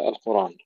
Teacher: حذف الهمزة وفتح الراء قبلها · Term: بالنقل